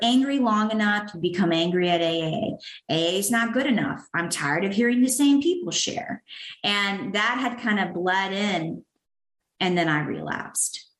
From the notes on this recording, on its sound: sharing at the My Favorite Steps zoom meeting